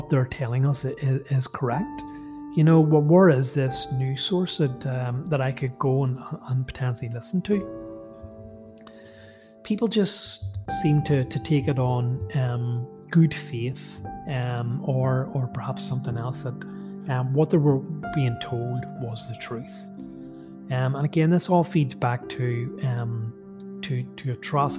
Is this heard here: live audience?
no